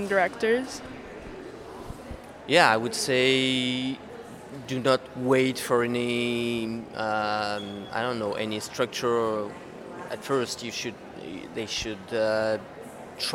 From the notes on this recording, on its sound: SBIFF: Writers Panel on the Red Carpet. The Santa Barbara International Film Festival hosted its Writers Panel.